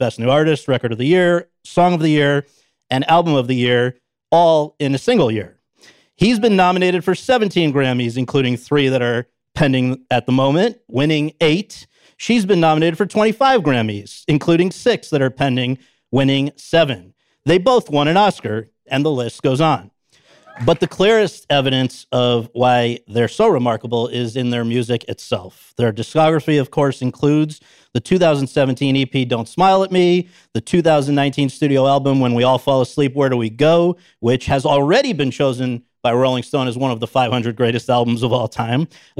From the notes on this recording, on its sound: In front of an audience at Chapman University. Take questions from the host and students.